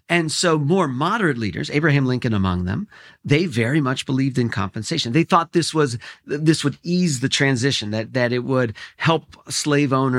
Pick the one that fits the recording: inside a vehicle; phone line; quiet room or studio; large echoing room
quiet room or studio